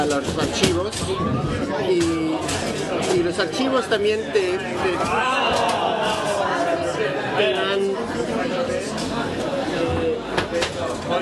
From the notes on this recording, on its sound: Live from Café Kick--in Spanish.